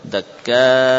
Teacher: kalau waqaf pada hamzah dakka hendaklah ditampakkan hamzahnya. Dengan menaikkan suara atau dengan memberikan nabr